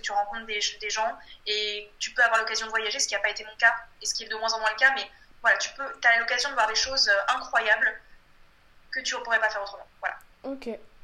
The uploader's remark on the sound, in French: En raison de la situation actuelle, j’ai enregistré il y a quelques jours mon premier épisode en vidéo conférence.